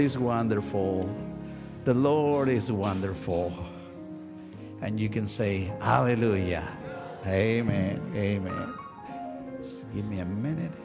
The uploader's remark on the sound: Sunday worship service of First United Methodist Church of Pacoima, recorded live on December 24, 2023. We are located at 12550 Van Nuys Blvd.